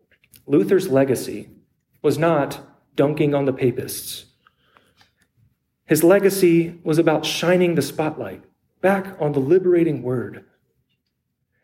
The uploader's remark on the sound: preached at Trinity Lutheran Church in Copperas Cove, TX